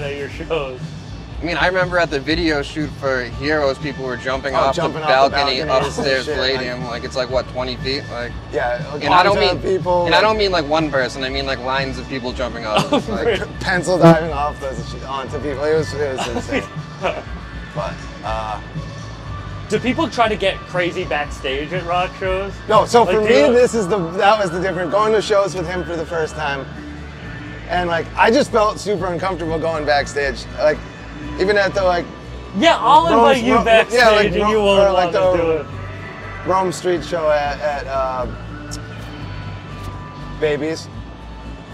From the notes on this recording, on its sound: Live At Fenway Park. This podcast was recorded on The Green Monster at Fenway Park.